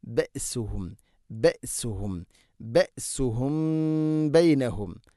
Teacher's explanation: സാക്കിനായ മീമിന് ശേഷം ബ ഇഖ്ഫ ഷഫവി അവ്യക്തമാക്കി അവിടെ മണിക്കണം